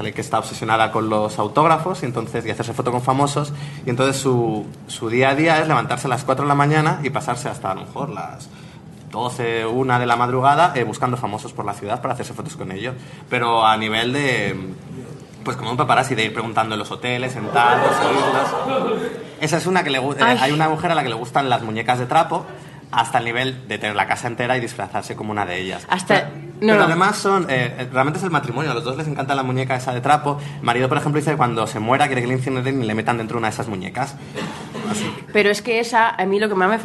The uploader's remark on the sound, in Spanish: con un directo en Madrid desde las octavas Jornadas de Podcasting